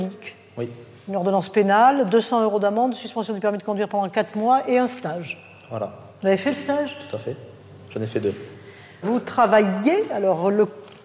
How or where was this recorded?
large echoing room